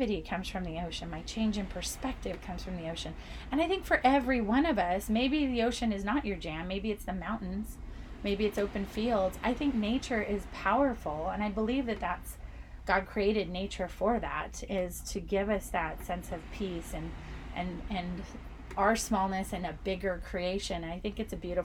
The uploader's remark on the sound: This episode was recorded aboard the beautiful Disney Dream while crossing the Atlantic Ocean. So, come sip with me to the sounds of the ocean.